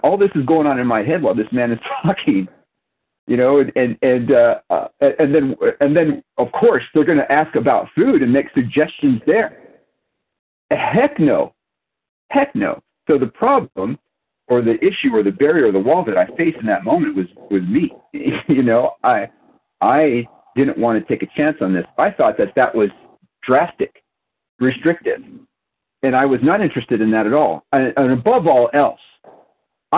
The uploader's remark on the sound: 100 Pounders Phone Meeting